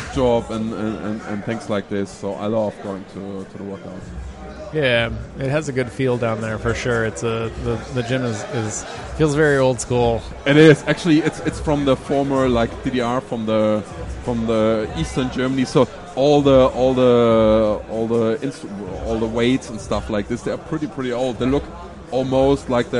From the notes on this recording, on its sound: Live from Berlin. For the very first time we could present you a live-sports event in English.